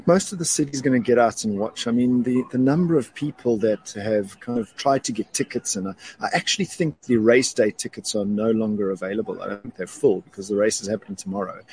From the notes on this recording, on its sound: Live from Cape Town, where AutoTrader is hosting their hybrid survey, alongside a bunch of really cool EVs from various manufacturers.